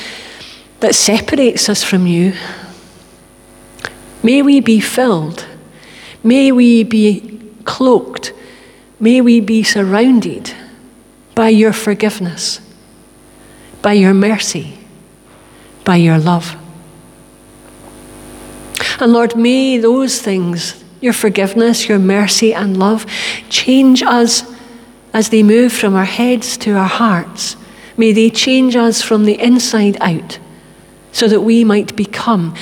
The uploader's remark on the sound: (Live at the Old Kirk).